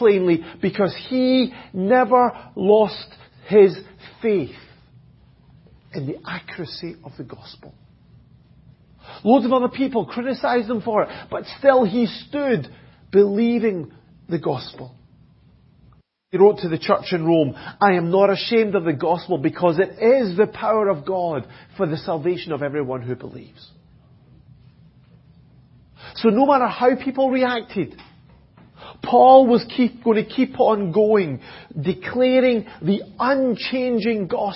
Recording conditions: large echoing room